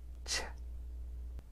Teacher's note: when you make the ch sound, you should not feel your vocal cords move.